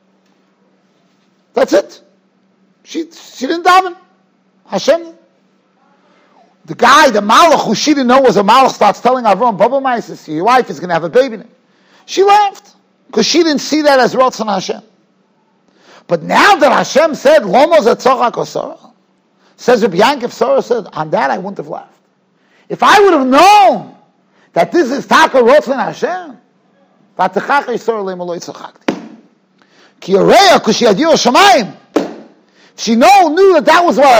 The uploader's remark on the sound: Shiur recorded in Yeshivas Ohr Reuven, Monsey, NY.